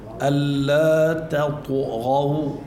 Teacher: يعني بنقول تطغو والطاء الميل فيها بالقلقلة إلى الضم